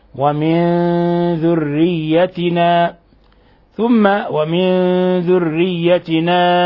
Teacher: ومن ذريتنا نون ساكنة جاء بعدها حرف الذال، الحكم التجويدي إخفاء حقيقي